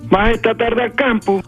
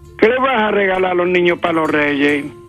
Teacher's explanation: en la localidad gaditana de Ubrique, las frases interrogativas terminan en alto · Term: entonación